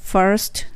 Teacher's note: first もフッ下の唇に歯をちょっと当てて息が漏れる